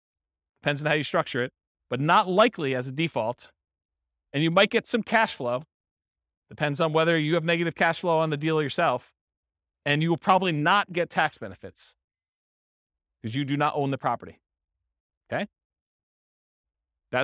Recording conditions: live audience